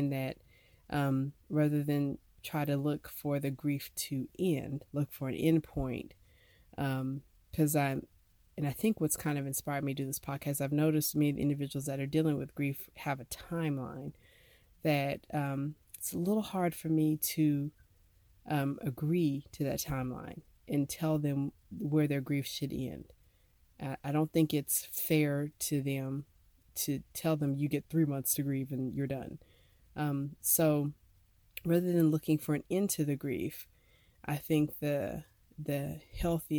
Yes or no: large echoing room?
no